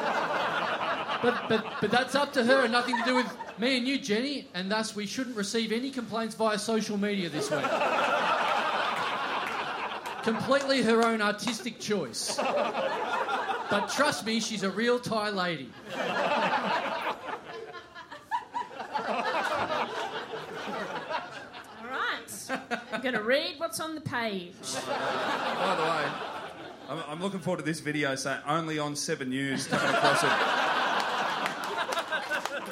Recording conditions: live audience